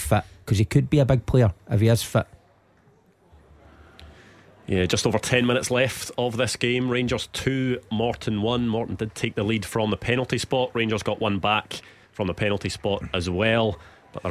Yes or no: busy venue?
yes